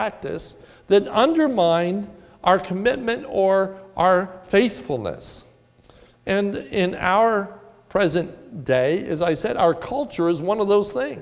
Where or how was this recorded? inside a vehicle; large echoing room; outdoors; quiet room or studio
large echoing room